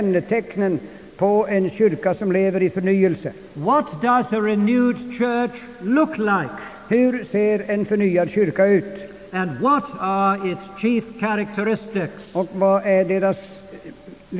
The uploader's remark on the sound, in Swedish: Inspelad i Immanuelskyrkan, Stockholm 1992-05-23 klocka 19.